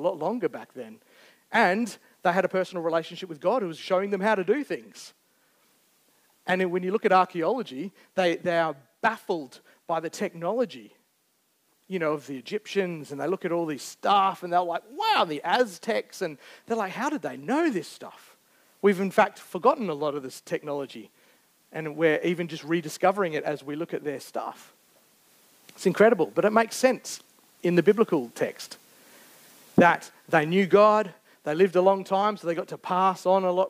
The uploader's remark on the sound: Recorded Live on 21st May 2023. Geraldton Baptist Church.